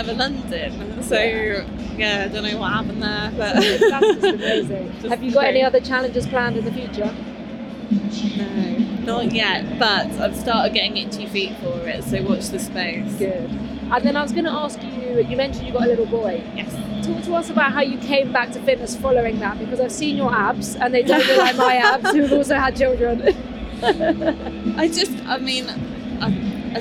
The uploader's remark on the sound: These were recorded live at the Battle Cancer fitness event in London so please excuse the less than perfect sound quality.